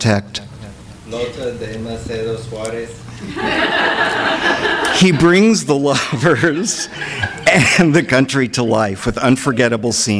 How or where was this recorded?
live audience